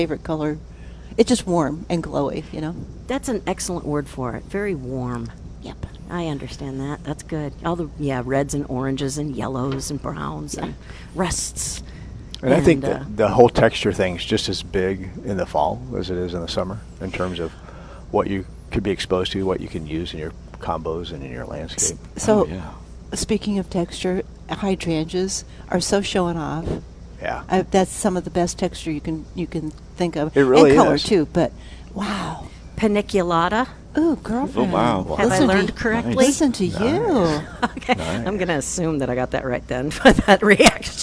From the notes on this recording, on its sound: Plant Experts Live at Prairie Gardens.